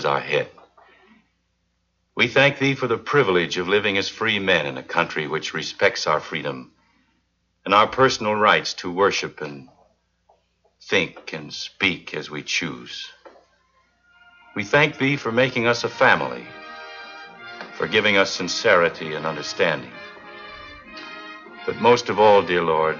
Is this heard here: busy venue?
no